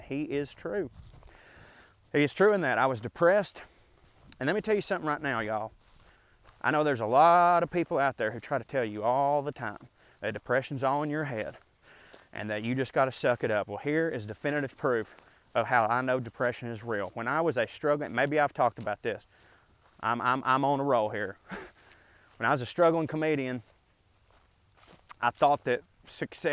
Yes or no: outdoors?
yes